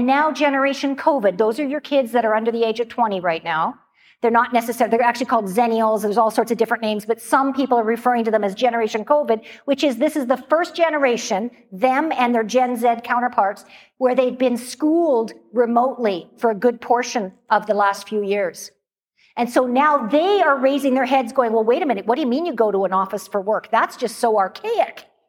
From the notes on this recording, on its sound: Live Excerpt. This episode is from a video clip of a recent keynote.